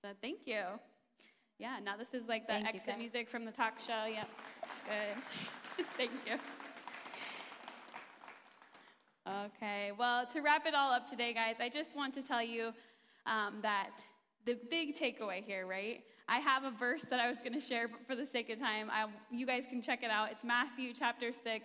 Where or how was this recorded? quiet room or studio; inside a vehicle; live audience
live audience